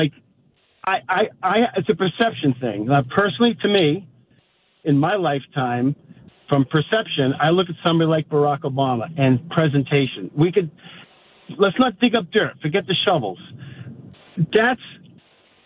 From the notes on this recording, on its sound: opened the phone lines for comment